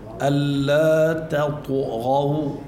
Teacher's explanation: يعني بنقول تطغو والطاء الميل فيها بالقلقلة إلى الضم